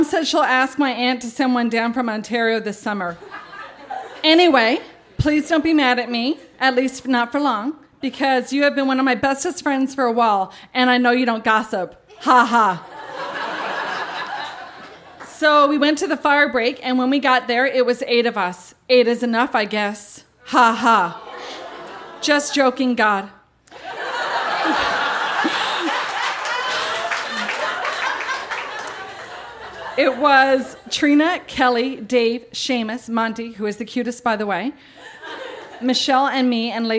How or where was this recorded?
live audience